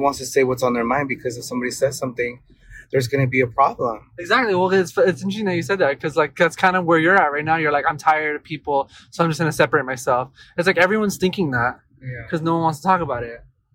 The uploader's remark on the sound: Join us as we venture out the studio and take you for a ride in our car. As we drive, we hit record.